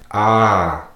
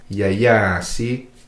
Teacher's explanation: So if you see two A's, it'll be this, it's the regular ah sound, but just drag. · Term: drag vowels